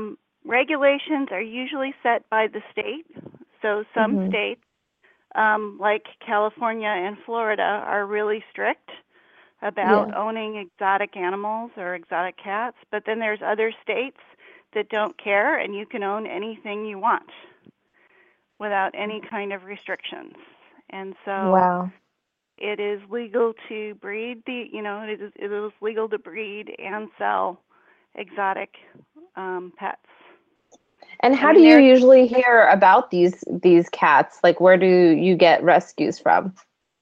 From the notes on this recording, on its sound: open up the lines for listeners to call